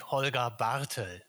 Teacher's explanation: Just a little more emphasis there at the front, at the first syllable.